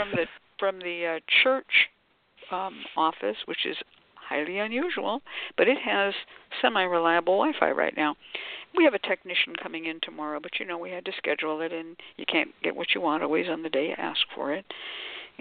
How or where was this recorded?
phone line